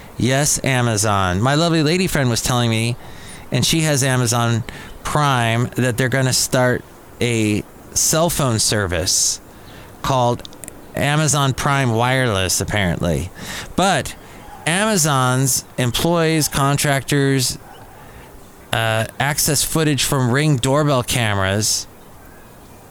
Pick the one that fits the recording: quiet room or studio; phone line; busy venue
busy venue